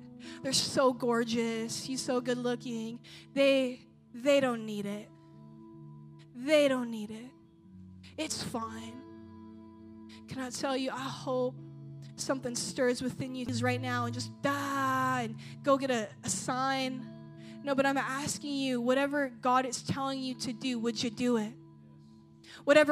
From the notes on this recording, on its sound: at a Jesus Followers Sunday night service